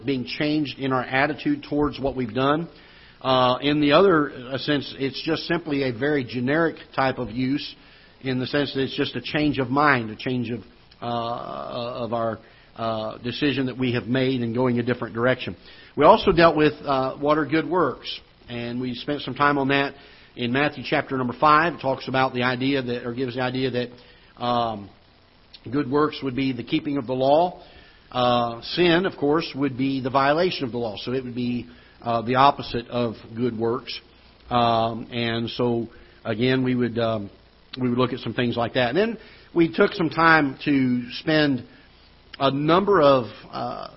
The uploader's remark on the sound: Ketha Heights Baptist Church ~ Live Broadcast